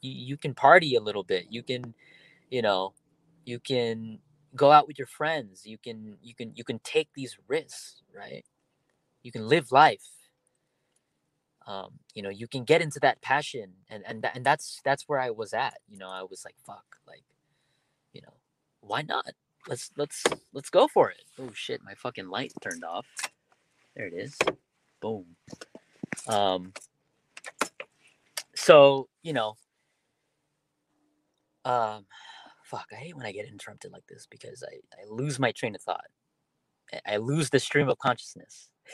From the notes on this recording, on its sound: My first podcast done solo in my car.